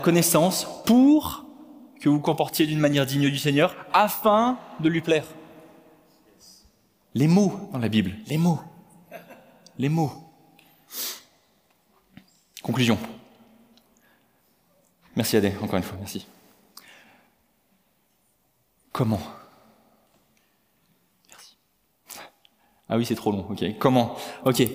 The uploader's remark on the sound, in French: Enregistré à l'église CVV, le 23/10/2022